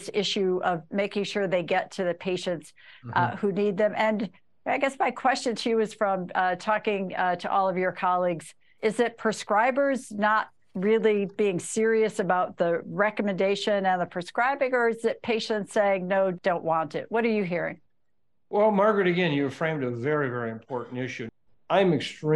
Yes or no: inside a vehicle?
no